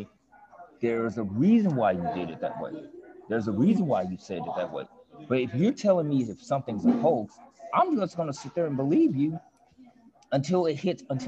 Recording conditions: busy venue